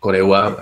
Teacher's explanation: es una mezcla entre la R y la L · Term: la famosa R